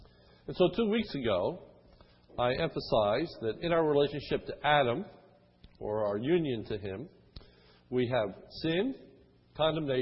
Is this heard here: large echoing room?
yes